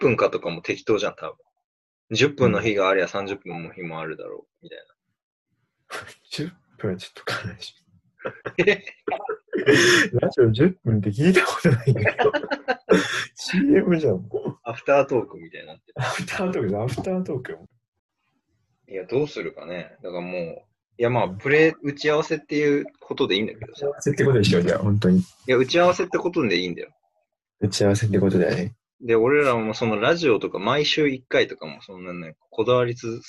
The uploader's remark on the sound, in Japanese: リモート録音なので音質はそこまでよくありません。